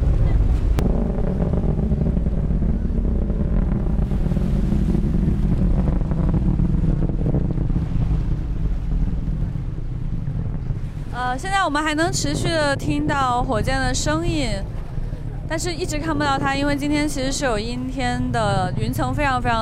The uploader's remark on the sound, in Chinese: 来自天河核心舱 发射现场的特别节目。中国空间站发射现场实录。